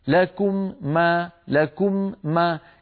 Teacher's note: كم مرة أطبقت شفتي؟ أطبقتهما مرتين، المرة الأولى عن الميم الأولى والمرة الثانية عن الميم الثانية، لكم ما، فكررت العمل مرتين من المكان نفسه.